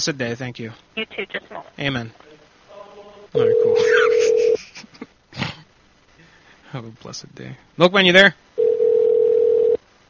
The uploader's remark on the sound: Prank Phone Calls